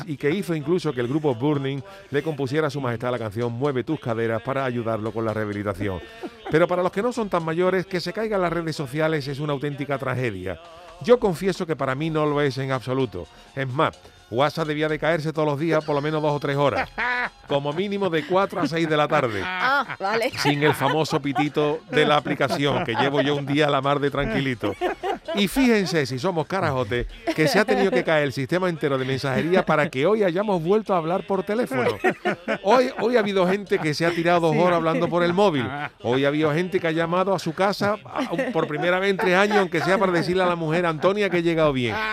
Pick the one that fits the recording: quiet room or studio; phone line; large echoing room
phone line